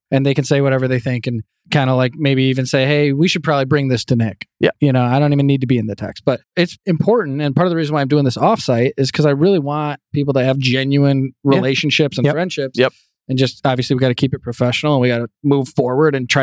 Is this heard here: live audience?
no